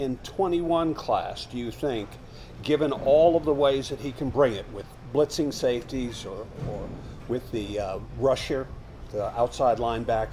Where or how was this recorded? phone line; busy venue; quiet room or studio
busy venue